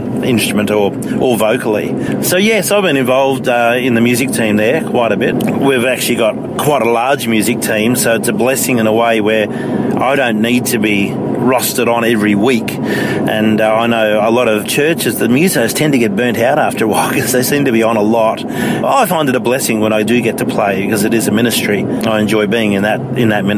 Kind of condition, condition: setting, inside a vehicle